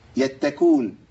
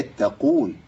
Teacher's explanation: القاف المضمومة لا تبدل بكاف · Shown in: second take